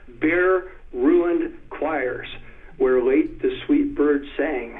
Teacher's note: he takes out the unstressed syllables, and we get a booming three hits in a row of stressed syllables. "Bare, ruined choirs, where late the sweet bird sang." And after he's done those three stressed syllables, then he goes back to iambs again.